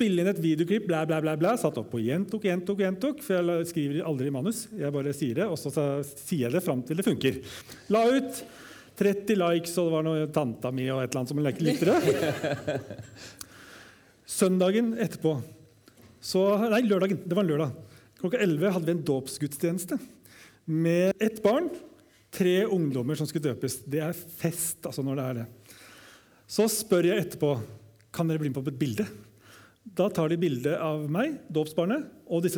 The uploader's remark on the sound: live TOK2022